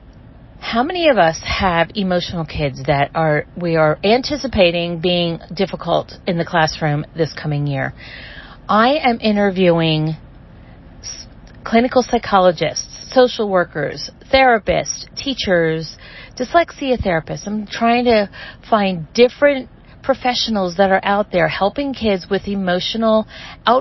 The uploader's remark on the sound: I am currently sitting in my car watching it downpour and I wanted to take this time and stop driving and just talk with you for a few minutes.